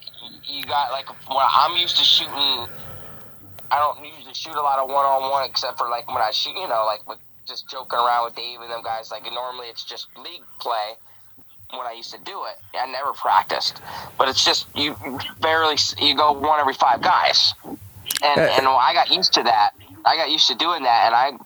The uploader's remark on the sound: We have a special guest call